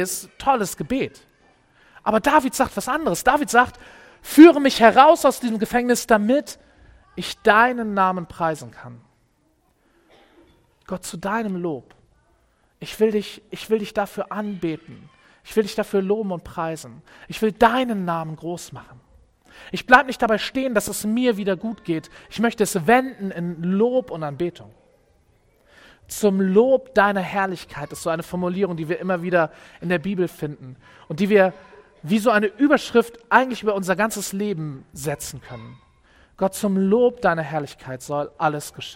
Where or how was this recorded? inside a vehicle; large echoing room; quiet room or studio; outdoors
large echoing room